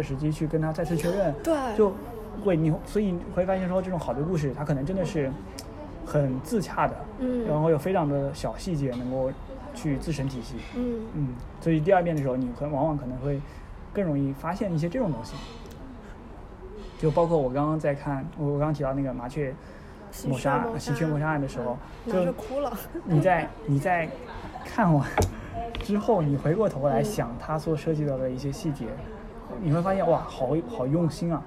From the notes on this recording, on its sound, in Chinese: 本期是在餐厅录制，希望你成为坐在我们隔壁的另一桌客人